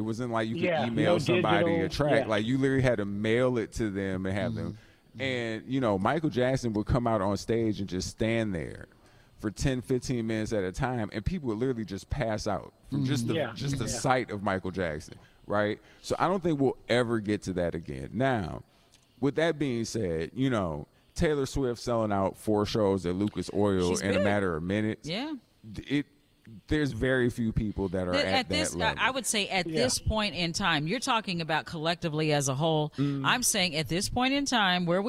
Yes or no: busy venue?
yes